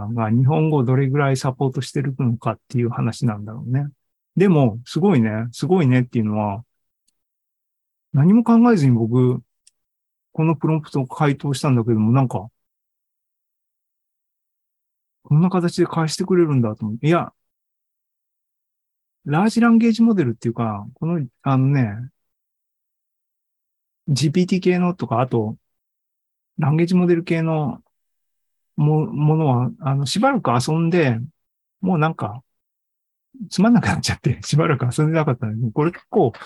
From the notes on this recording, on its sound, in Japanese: ２０２３年６月２４日に開催した ZOOMライブの模様です。